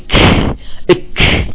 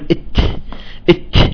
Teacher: نهمسها نقول إت إت، نخرج هيك نفس بسيط حتى نخرج هذه الشدة · Term: الهمس